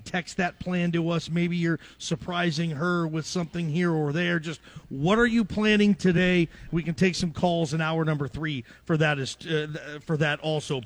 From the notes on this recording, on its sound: Live from Pastry Perfection for Diamond Dig XII.